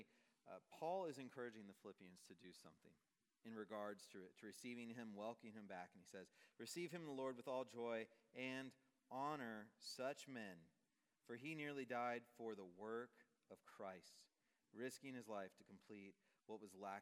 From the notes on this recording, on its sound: Message preached on October 5, 2023 at a Thursday Night Gathering of Coram Deo College Ministry.